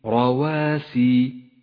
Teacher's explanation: ولاحظ الراء المفخمة والواو المرققة والألف المرققة، روا رواسي، ولا تخلط بين الترقيق والتفخيم.